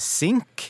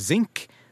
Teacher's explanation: hvis du sier sink med ustemt S, så betyr det å synke. Men sier du zinc med stemt S, så er det metallet